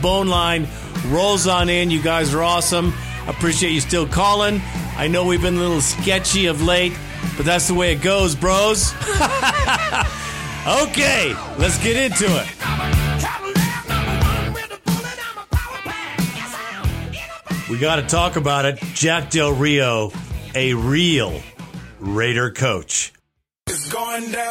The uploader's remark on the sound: Raider Nation “Boneline” Call-in Segment